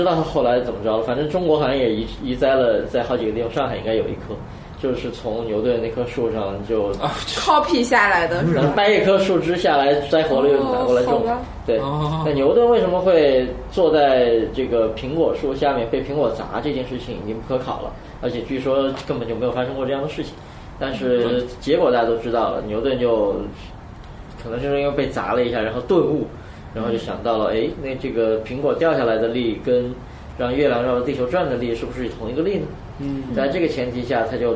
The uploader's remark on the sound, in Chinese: 本期节目为在张大妈办公区用录音笔录制，可能有街道上的杂音，请见谅。